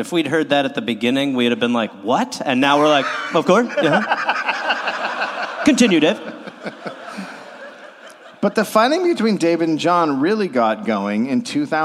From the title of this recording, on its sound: Live in Phoenix